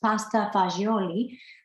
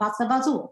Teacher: because it comes from the Sicilians and they drop all the vowels · Shown in: second take